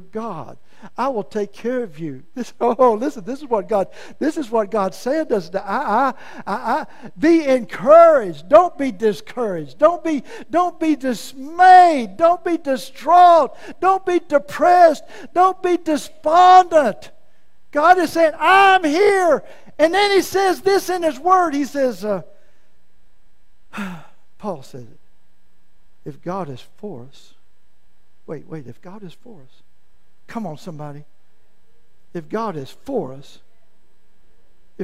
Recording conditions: large echoing room